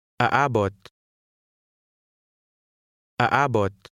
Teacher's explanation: the stress is placed on the second to last vowel, which in this word is the second A